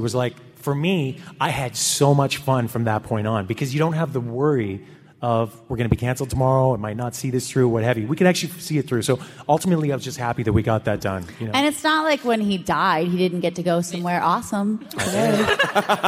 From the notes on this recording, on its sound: Recorded at the nerdtastical C2E2 in Chicago. PILES of thanks to ReedPop for allowing us to record and share this with the masses!!!